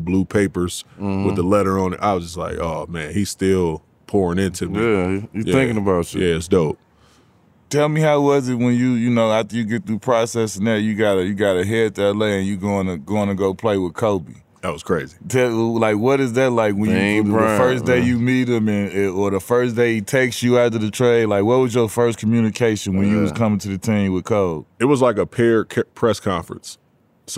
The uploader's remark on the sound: We live on location from XS Nightclub at Wynn Las Vegas.